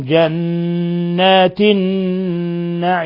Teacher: نون مشددة في لفظ جنات تغن مقدار حركتين. النعيم اللام هنا لام شمسية لأنها أدغمت في النون، ثم نون مشددة في لفظ النعيم تغن مقدار حركتين.